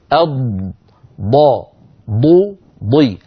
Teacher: لو ضغطنا على مقدمة اللسان سوف تخرج دال مفخمة والضاد ليست دال مفخمة